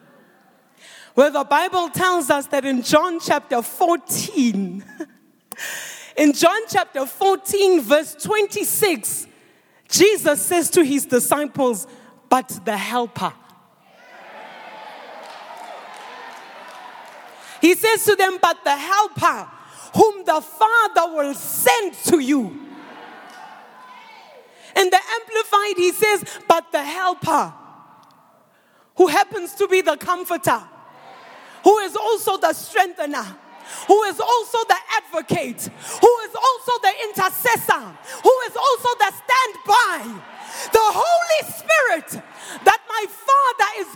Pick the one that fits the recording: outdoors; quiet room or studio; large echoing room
large echoing room